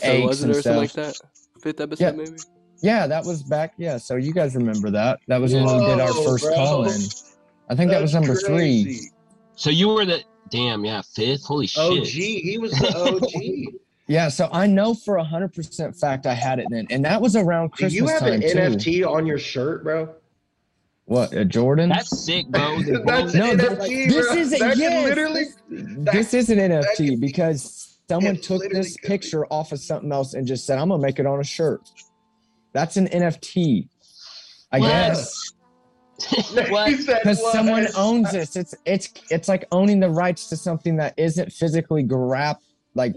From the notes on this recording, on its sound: Comes to you live via Zoom!